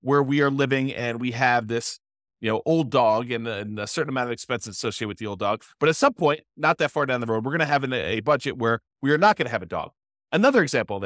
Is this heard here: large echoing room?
no